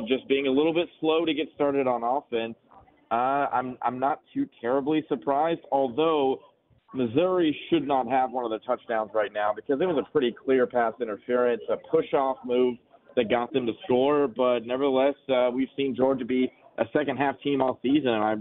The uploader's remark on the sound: Live from the press box in Athens.